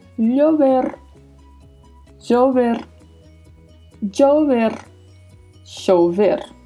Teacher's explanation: O E é bem fechado e o R com aquele vibrato que já comentamos várias vezes.